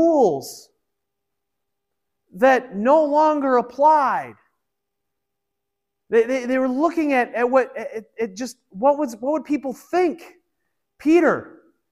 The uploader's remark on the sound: This was originally recorded at Peace Presbyterian Church in Flint, MI